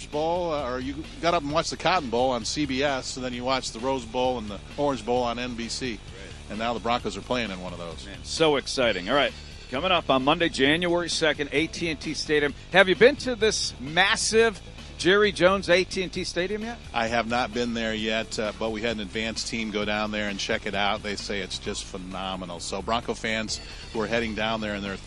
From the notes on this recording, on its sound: at our "Cotton" Bowl fundraiser for the Pretty Lake Camp